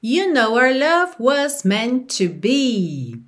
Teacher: na hora que a gente tá falando rápido ali no meio da frase, que esse our vem ali espremidinho entre outras palavras, ele acaba virando r, r, ou seja, como a letra R mesmo, ok?